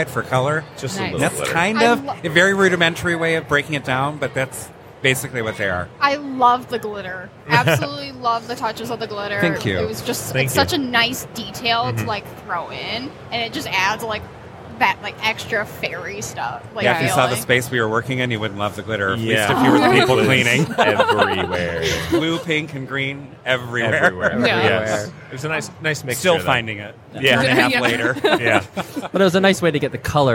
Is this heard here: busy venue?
yes